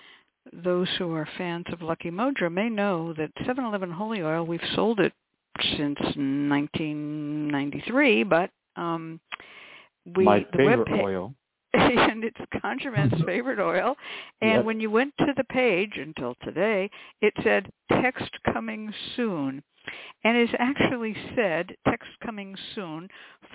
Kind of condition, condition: link, phone line